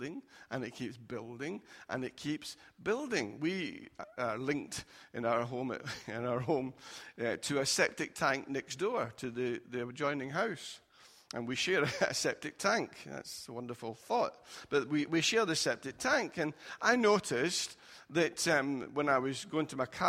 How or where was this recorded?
large echoing room